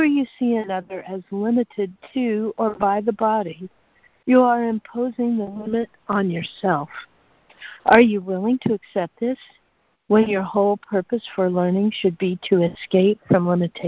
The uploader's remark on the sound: ACIM Daily Conference Call